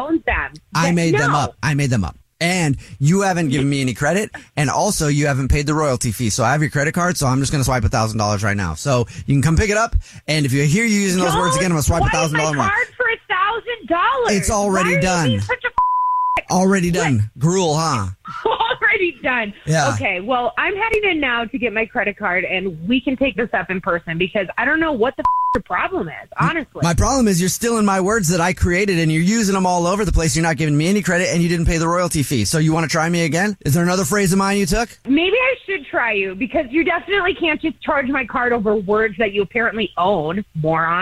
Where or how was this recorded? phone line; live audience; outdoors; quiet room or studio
phone line